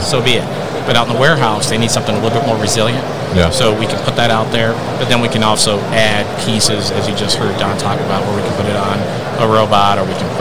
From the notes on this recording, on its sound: Rajant at MODEX 2022